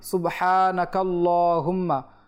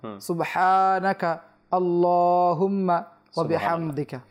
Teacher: যখন সে একসাথে পড়বে তখন হামজাটাকে পড়বে না · Shown in: first take